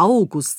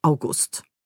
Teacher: Also Beispiel, wenn dort steht August, dann könnte das der August sein, vorne betont, weil es ein Vorname ist · Shown in: first take · oder eben Monat, August.